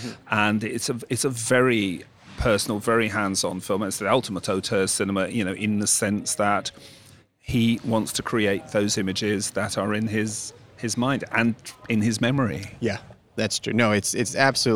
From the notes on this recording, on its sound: in an undisclosed garden location at the Venice Film Festival